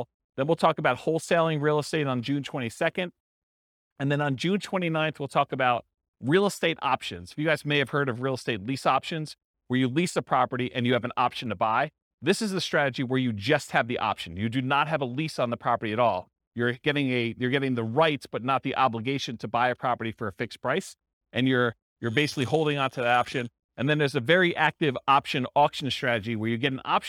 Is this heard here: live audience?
yes